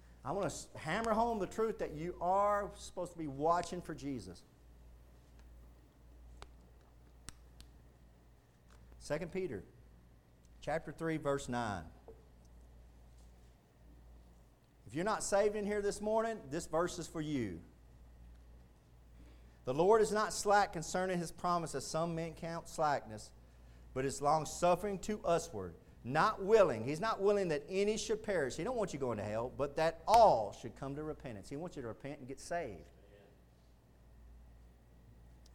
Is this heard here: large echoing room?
yes